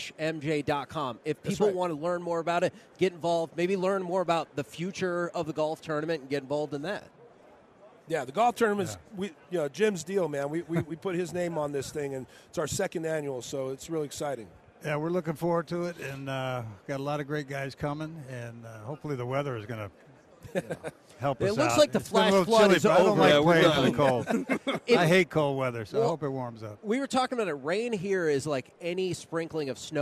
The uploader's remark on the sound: LIVE from Radio Row in Las Vegas!